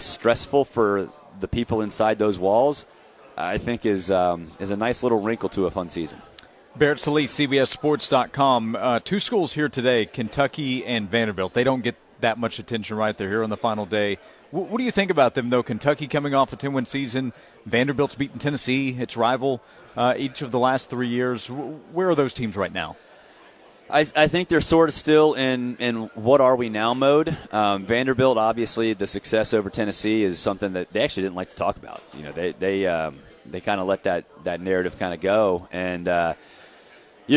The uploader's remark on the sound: Live from SEC Media Days in Hoover.